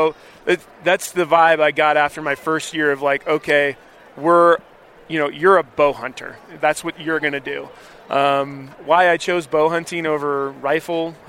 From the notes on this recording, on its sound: sits down with Living Country in the City at Hunt Expo in Salt Lake City